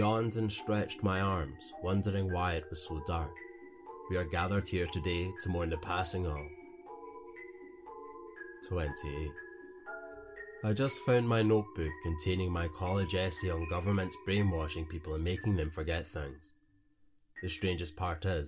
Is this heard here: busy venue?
no